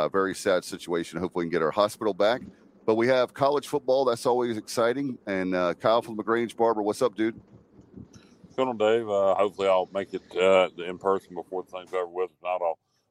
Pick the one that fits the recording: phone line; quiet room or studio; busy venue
busy venue